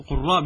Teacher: بضم القاف وتشديد الراء